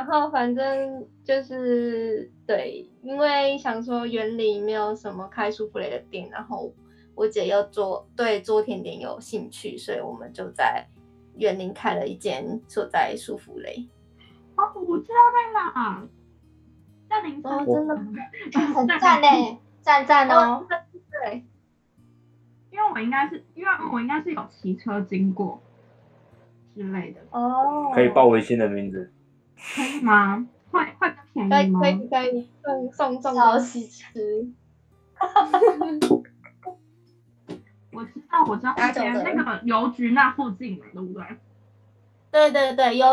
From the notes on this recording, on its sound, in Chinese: 此集為線上錄音